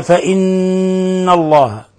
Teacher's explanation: نون مشددة فهي إذن حرف غنة مشدد، تغن مقدار حركتين